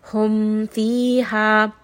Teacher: mim is a letter of tawassut, so we are going to rest on this for just a little bit.